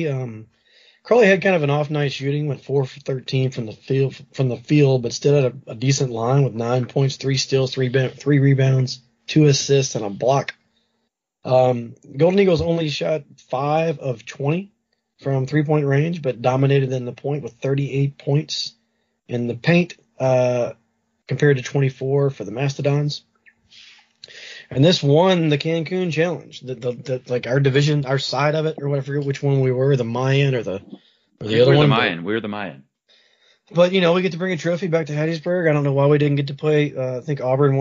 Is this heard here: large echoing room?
no